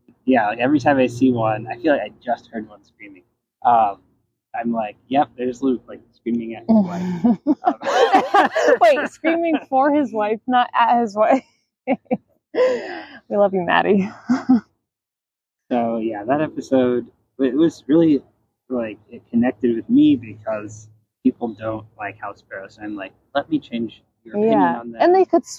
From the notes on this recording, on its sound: This is a special bonus episode- it was recorded outside in the park with birds chirping all around us! I wanted to give this conversation a more natural vibe, with minimal editing and sound effects.